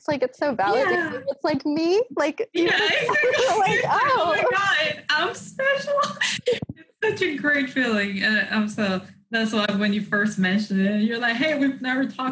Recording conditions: video call